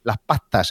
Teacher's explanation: la omisión de la S en posición de coda